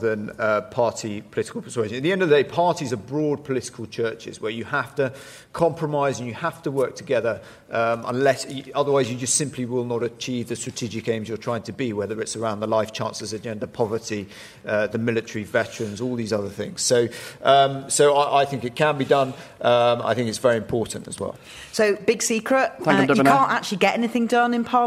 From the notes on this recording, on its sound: Presents topical discussion from Launceston Town Hall in Cornwall.